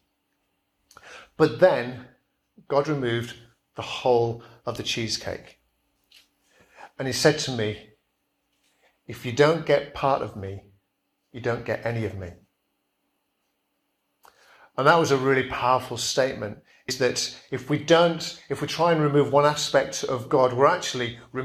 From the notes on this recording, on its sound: Preached at Kirkby Stephen Evangelical Church